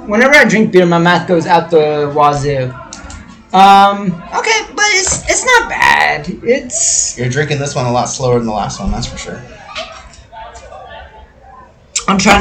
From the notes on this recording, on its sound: Lot of noise and terrible microphone!